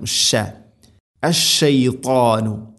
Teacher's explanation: ഷീന് ഉച്ചരിക്കുമ്പോൾ മുന്നത്തെ ക്ലാസ്സിൽ നമ്മൾ പഠിച്ചിട്ടുണ്ട്, തഫഷി എന്ന ഒരു സിഫത്ത് അതിനുണ്ട്, പരത്തി ഉച്ചരിക്കണം.